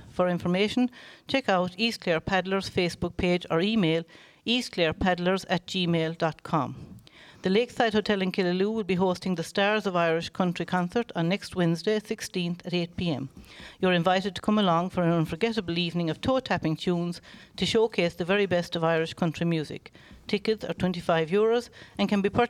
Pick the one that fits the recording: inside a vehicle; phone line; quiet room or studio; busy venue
busy venue